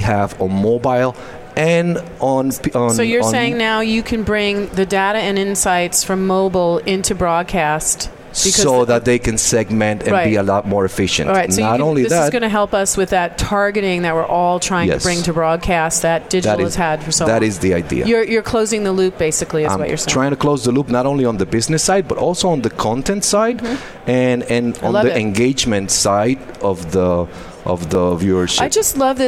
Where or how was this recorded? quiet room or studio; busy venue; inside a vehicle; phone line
busy venue